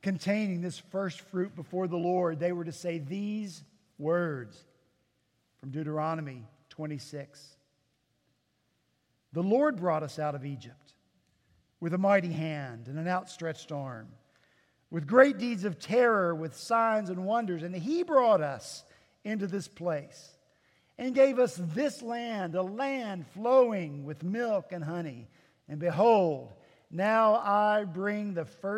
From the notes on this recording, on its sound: At Redeemer Presbyterian Church in Charleston, SC